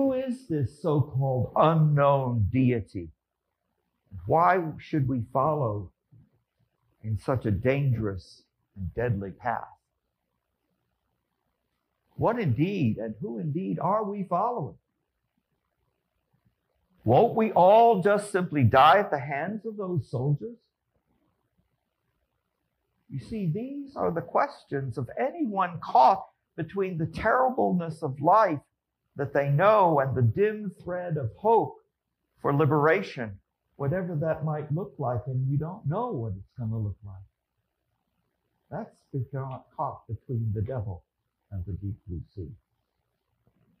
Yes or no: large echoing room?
yes